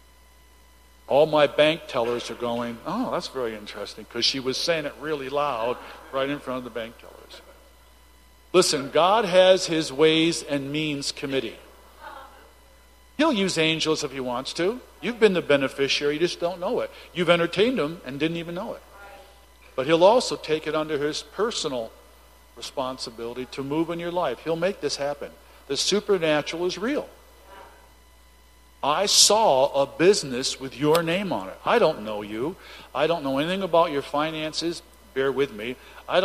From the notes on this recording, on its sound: Recording from Saturday evening's prophetic services